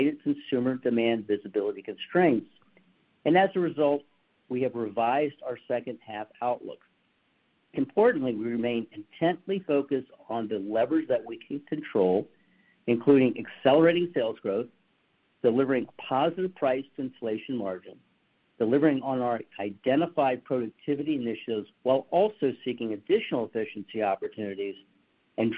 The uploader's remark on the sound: Q2 2023 Earnings Conference Call